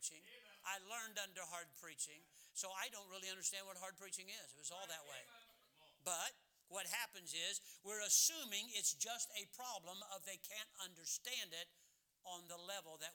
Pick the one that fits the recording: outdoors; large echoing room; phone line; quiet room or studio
large echoing room